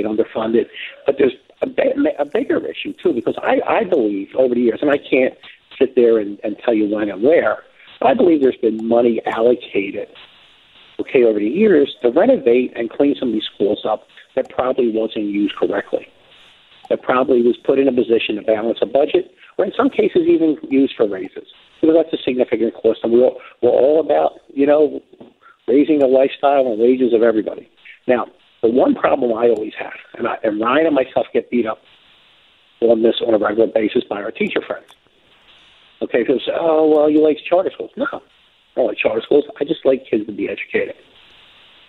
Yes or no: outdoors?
no